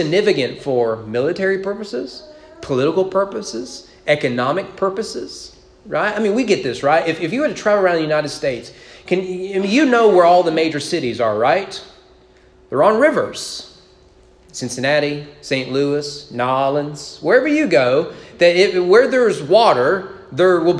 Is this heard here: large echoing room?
yes